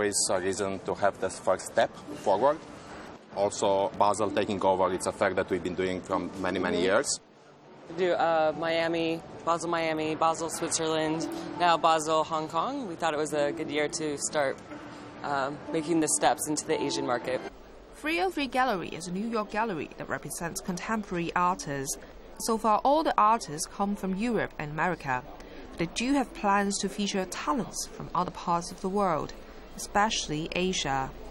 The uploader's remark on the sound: We’re out on location at the Hong Kong Convention and Exhibition Centre, and dedicating the whole show to the first Art Basel Hong Kong.